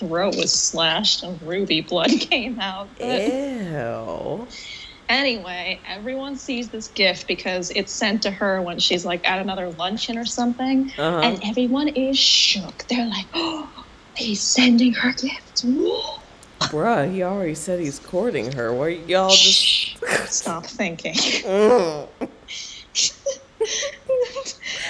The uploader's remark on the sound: Audio's pretty wonky on these first three episodes coming back!